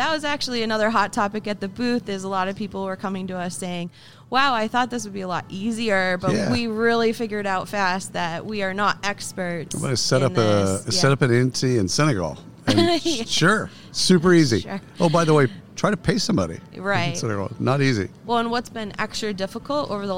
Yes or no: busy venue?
yes